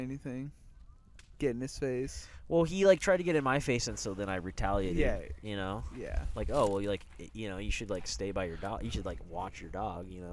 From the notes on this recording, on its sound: Recorded this one at Joshua Tree.